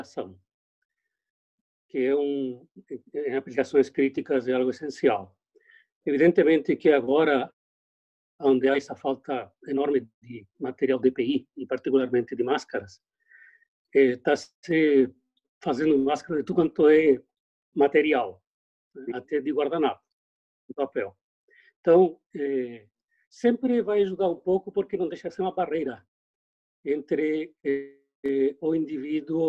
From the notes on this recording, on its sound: via ZOOM.